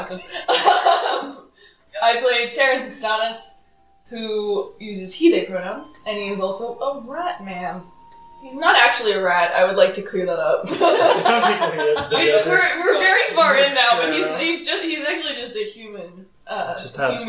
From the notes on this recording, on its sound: Our Table Audio did not record properly, we apologize for the LOUD room tone